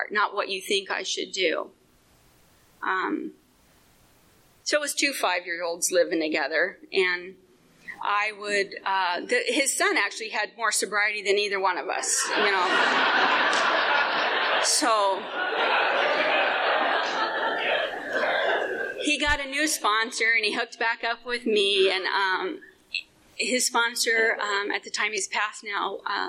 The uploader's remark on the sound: telling her story at the Live at Pine Lake Speaker Meeting held every Saturday Night in Seattle